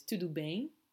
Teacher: So the M sound, we don't really make a M like we would in English. It's more kind of nasal.